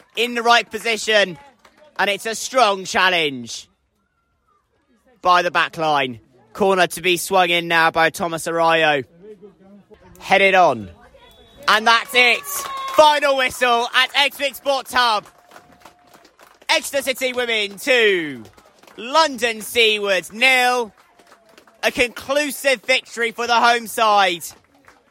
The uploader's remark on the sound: live coverage from Exwick